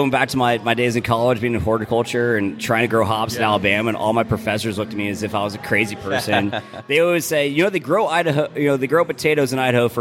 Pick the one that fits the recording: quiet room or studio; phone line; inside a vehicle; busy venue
busy venue